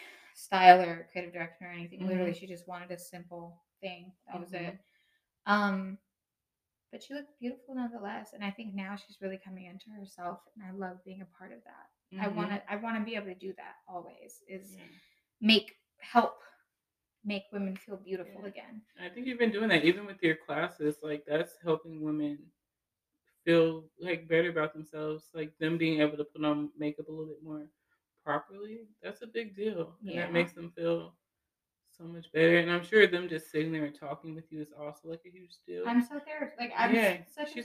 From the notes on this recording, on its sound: Thank you for returning and bearing with us as we continue to figure this whole audio situation out.